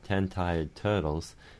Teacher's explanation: It's a palatal ta or da. · the ten-tied turtles sound made with almost the what feels like the middle of my tongue. It's still the top surface of my tongue, the blade of my tongue, you would say.